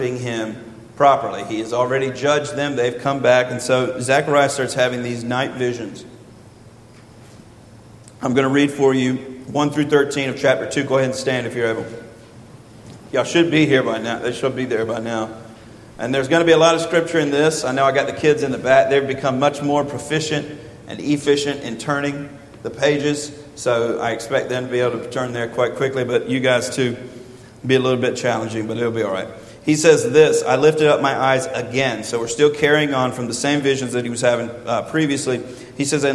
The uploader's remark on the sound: This is a sermon from Zechariah 2 preached 8/28/21 at Westerly Hills Baptist Church.